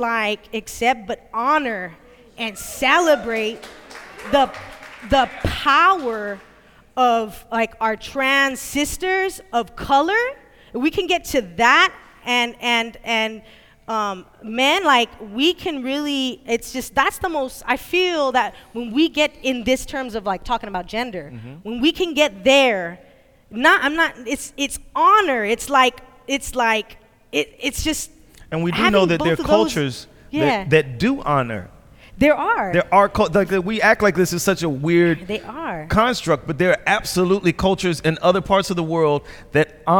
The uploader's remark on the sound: Live in Sacramento